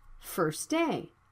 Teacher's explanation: The T sound is between consonants. It can be dropped.